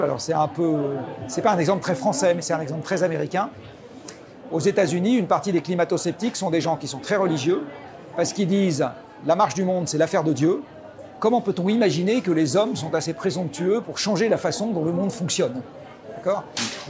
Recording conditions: busy venue